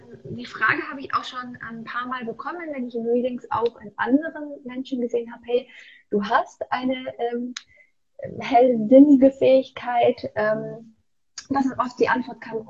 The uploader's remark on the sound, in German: es sind alles Mutmacher Geschichten, die ich auf live auf Instagram geführt habe